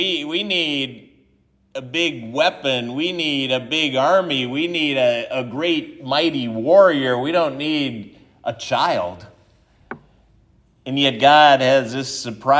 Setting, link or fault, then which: setting, large echoing room